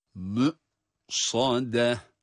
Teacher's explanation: mim ötresiyle hemzeye bağlanıyor, mü, mü, hemzeden herhangi bir ses çıkmıyor, ses orada hapsedilip kalıyor. Yani hareket sesi çıkmıyor.